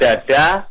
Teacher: Begitupun huruf-hurufnya, misalnya dal itu sama-sama da, tapi kalau kita biasa dada itu pakai lidah ketemu dengan gusi